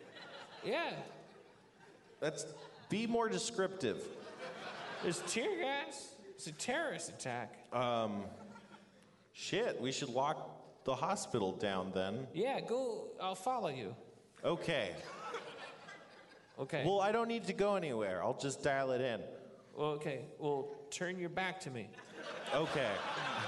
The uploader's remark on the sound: LIVE from Everything Is Festival 2015